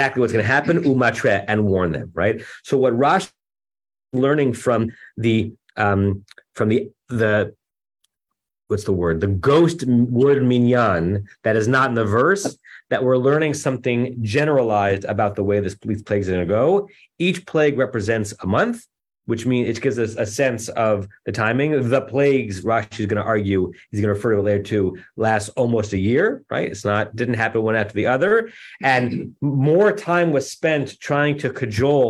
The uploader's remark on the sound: Temple Beth Am, Los Angeles.